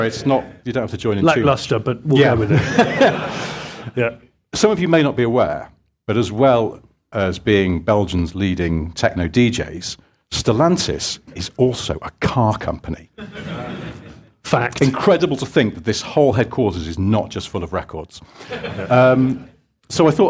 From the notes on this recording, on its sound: Live from Stellantis. Record in front of an audience at Stellantis HQ in Coventry. Big up the Stellantis crew for hosting us.